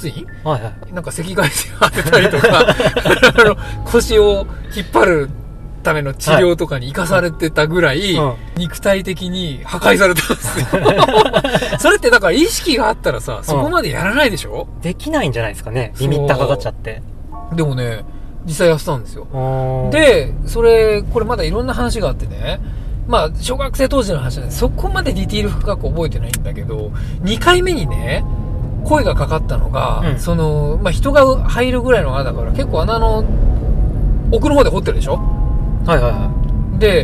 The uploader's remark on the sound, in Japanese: GWなので車でめぐるよ！出身地のスポット。いわくつきの神社と古戦場跡。僕らの出身地であるさいたま県のスポットに10年以上の時を経て再訪します。音声メディアなのにロケ回というチャレンジを今回もまたおこないました。